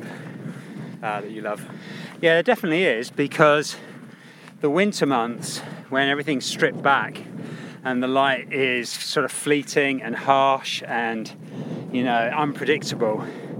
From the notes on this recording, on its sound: High on a Lake District peak